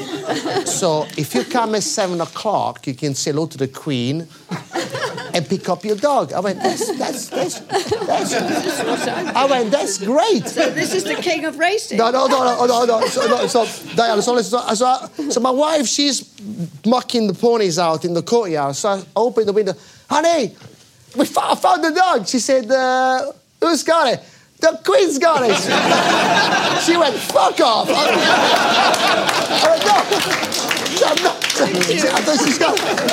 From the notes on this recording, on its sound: On board The Rive Gauche for a show recorded in front of a live audience.